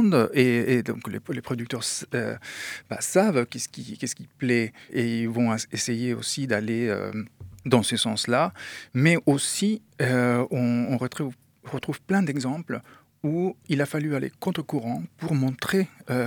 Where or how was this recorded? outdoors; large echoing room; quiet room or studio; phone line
quiet room or studio